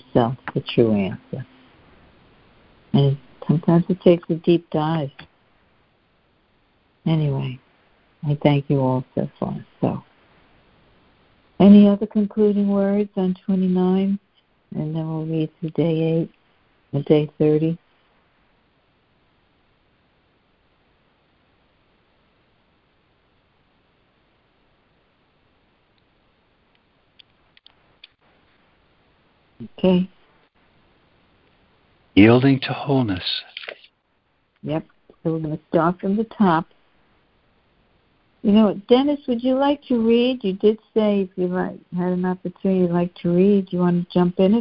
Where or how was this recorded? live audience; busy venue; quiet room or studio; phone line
phone line